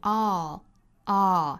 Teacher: 元音读成 all，all，上下开口都更轻松更自然更大一些